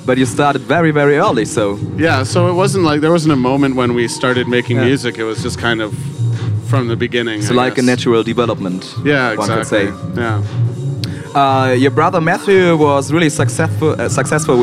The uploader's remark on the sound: live aus der Else